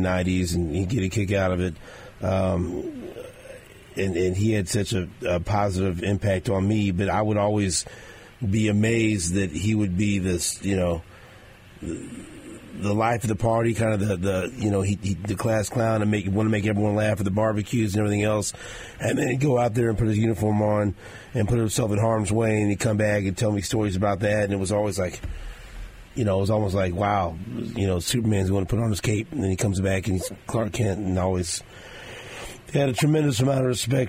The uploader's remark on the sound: In studio. On the phone.